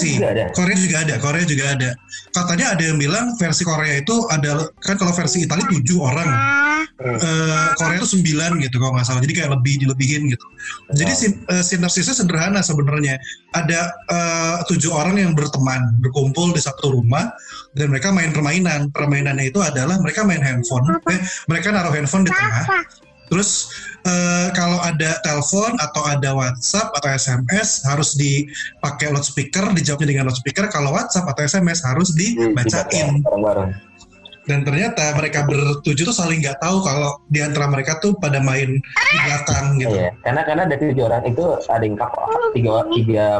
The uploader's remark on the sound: this episode recorded via Zoom